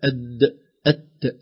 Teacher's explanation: إدغام متجانسين بمعنى أن الدال والتاء من مخرج واحد، نقول أد أت، لو تلاحظوا اللسان في نفس المخرج.